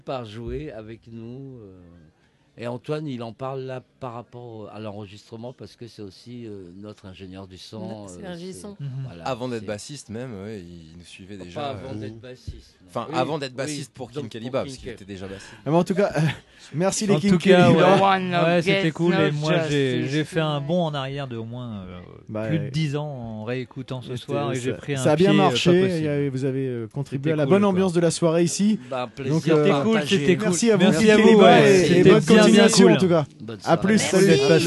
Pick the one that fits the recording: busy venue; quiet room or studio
busy venue